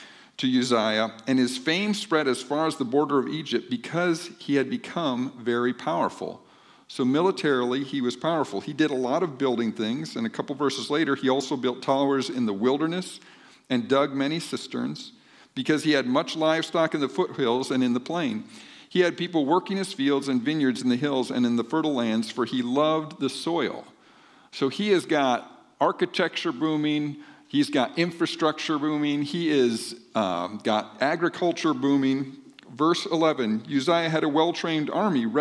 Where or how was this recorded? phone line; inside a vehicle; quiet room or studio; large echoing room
large echoing room